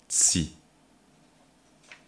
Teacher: For the middle chakra, the middle letters are, according to the classification of letters, T, S, and E. T for the explosive, S for the whistling, and E for the vowel.